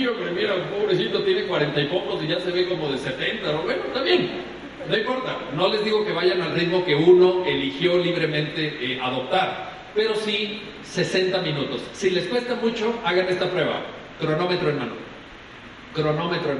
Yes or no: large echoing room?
yes